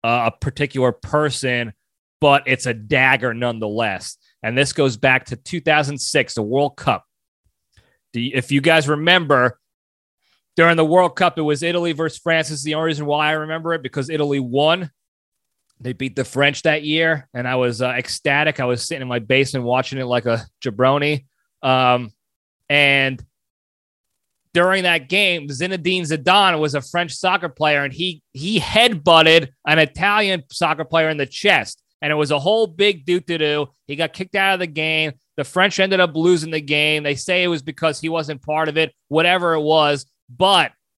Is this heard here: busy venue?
no